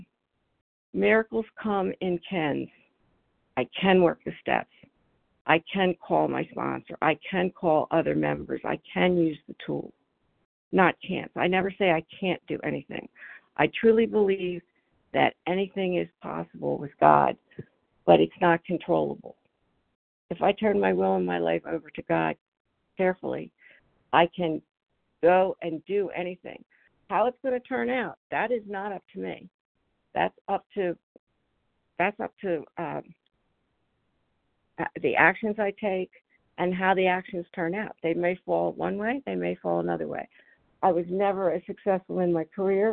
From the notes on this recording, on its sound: 100 Pounders Phone Meeting